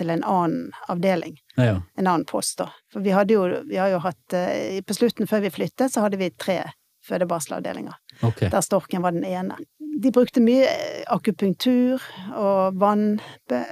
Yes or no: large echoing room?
no